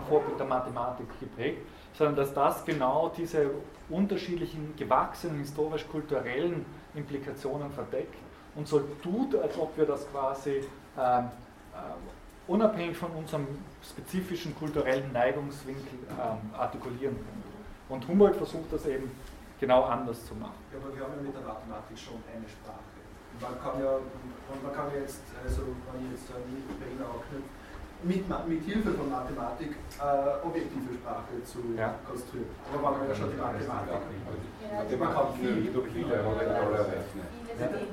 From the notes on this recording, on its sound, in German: Diese Vorlesung wurde von Studierenden aufgenommen